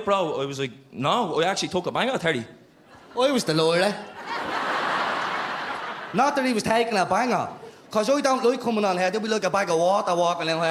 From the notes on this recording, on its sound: Live at Vicar St 2.0. In a sold out live show at Vicar St. Some live music performed on the night.